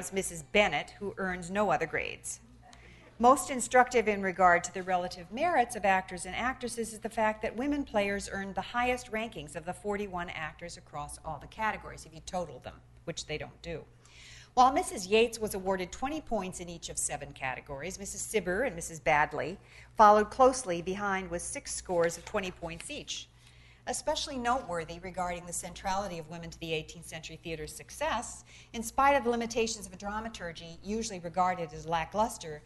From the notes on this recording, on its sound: Delivers the 17th annual Bliss Carnochan lecture at Stanford.